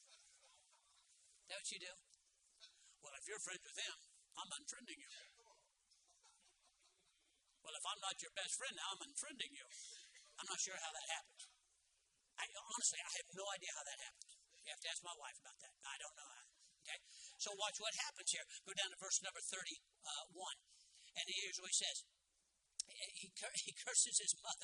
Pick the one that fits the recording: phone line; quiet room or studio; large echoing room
large echoing room